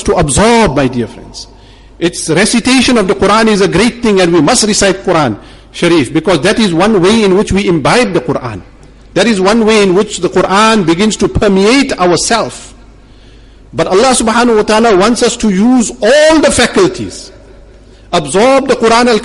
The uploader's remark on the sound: Jumuah lecture at Umhlanga Masjid